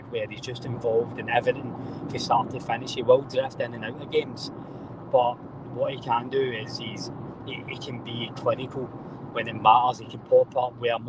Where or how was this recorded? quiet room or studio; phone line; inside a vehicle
inside a vehicle